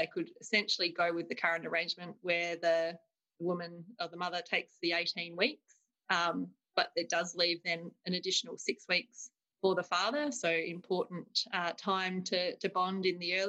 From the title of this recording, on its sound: Webinar recording